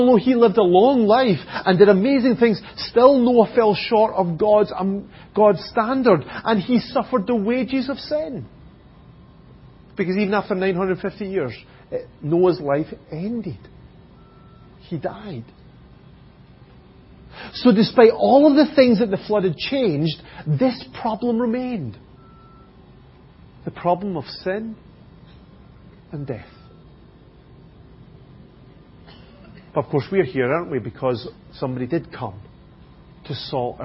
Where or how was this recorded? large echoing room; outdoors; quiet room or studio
large echoing room